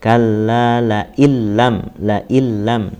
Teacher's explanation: Idgham bi gunahnya masih ada sedikit guna di sini, tidak boleh tahan.